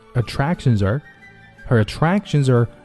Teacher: Attractions are 这个地方 r 读的非常的轻，我们不用读 r 哈，就读 z